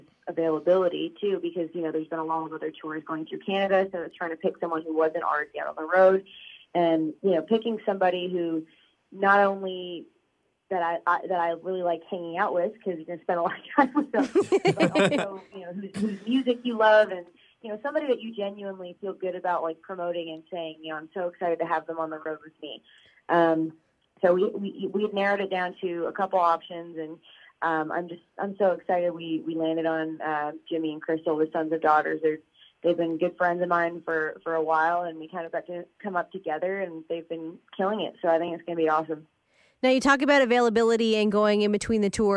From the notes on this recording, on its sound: We chat over the phone